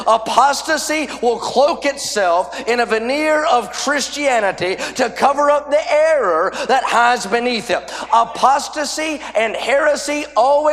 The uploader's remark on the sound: A sermon preached Thursday Afternoon during our Spring Jubilee, on March 30, 2023.